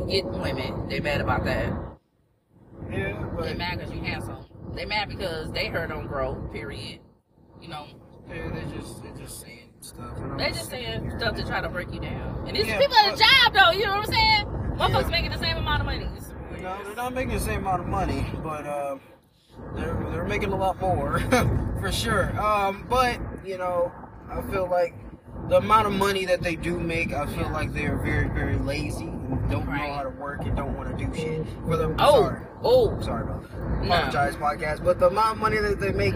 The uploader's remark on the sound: My son and I are having a conversation in the car.